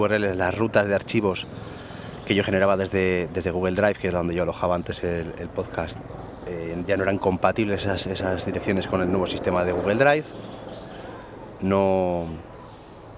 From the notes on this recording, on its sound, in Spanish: Con sonido ambiente y desde un parque